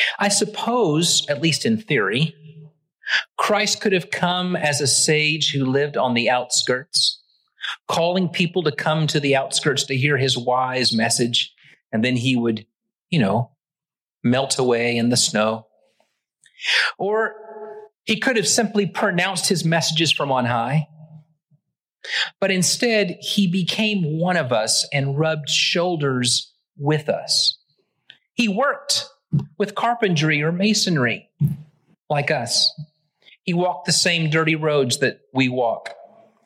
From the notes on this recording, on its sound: Originally preached at the West Side Church of Christ (Searcy, AR)